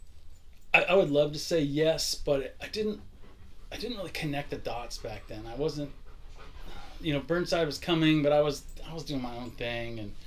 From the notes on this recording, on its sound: apologizing for our dogs who just would not stop playing with each other and making noise during the recording